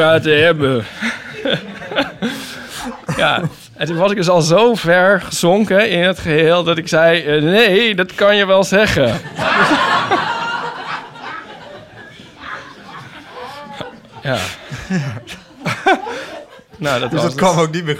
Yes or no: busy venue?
yes